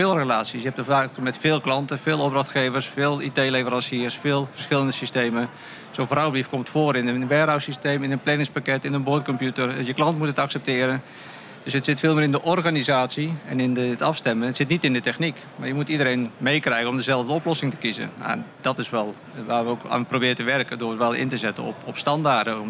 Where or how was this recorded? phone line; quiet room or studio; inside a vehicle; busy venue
busy venue